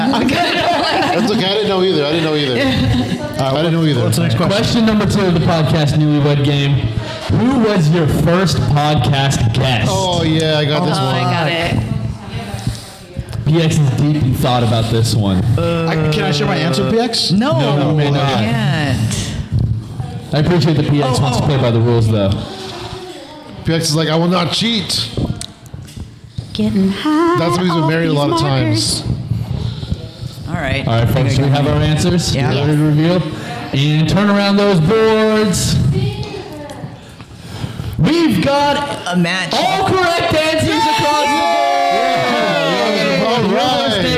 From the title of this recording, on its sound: Live From Groundstack Coffee